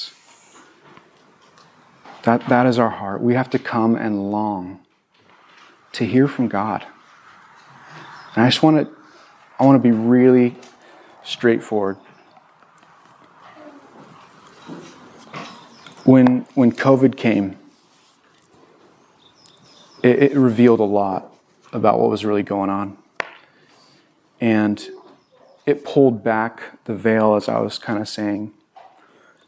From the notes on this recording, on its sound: This was recorded on April 24, 2022 at Bethel church in Ridgefield, Wa.